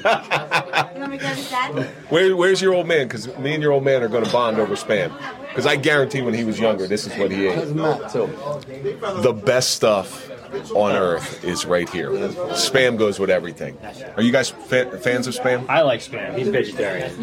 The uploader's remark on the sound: Live at the Grande Saloon. We are airing the party at Grande Saloon in Clifton NJ where we were able to talk to many former guests.